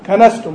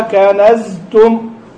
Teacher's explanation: قلنا الهمس، ها السين مهموسة والزاي مجهورة · Term: الجهر والهمس